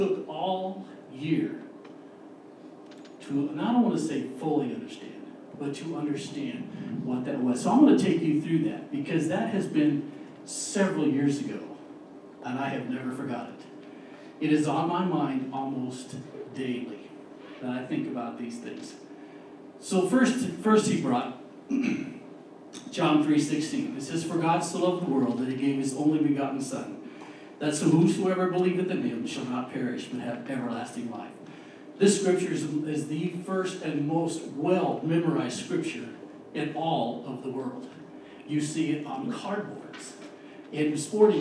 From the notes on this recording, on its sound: We had a little mishap with the audio this week